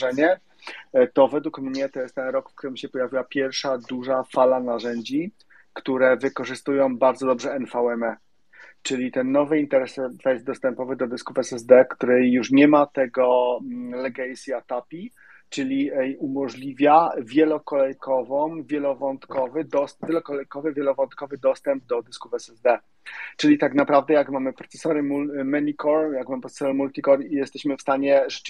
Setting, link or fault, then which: link, video call